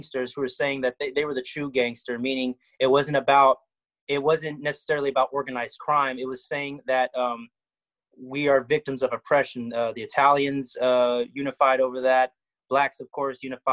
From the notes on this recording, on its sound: This podcast was recorded via zoom